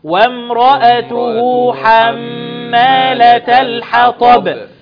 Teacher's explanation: الميم حرف غنة مشدد بنغنه بمقدار حركتين